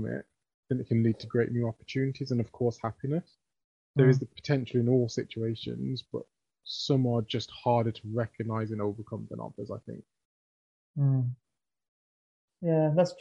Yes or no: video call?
yes